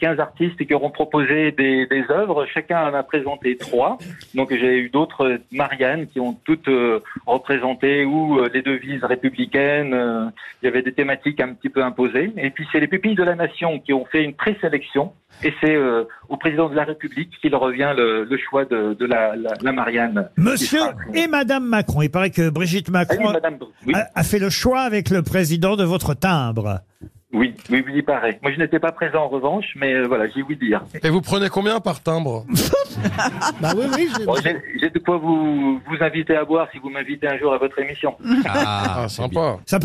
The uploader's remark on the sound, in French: était au téléphone des Grosses Têtes ce 8 novembre